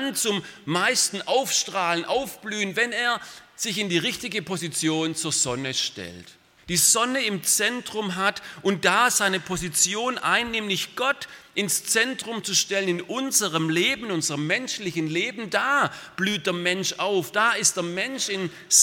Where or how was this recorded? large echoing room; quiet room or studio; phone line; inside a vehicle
large echoing room